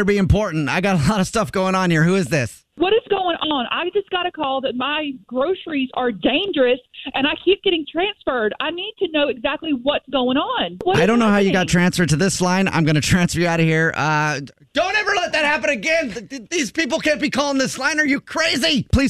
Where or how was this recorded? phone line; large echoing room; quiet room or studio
phone line